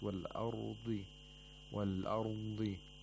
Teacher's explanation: wad stretches a little bit in its place of articulation, and this is known as istitala of wad.